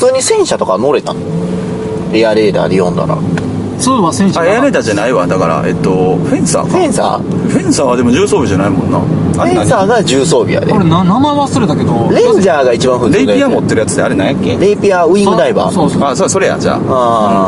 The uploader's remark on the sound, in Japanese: 車中で三人、録音機器の代わりに「ながらツイキャス」収録です。